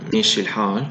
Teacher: الألف الأولى تميلت صارت ماشي بينما الألف الثانية هي الحال اللي هي الألف المفخمة · Term: التفخيم والإمالة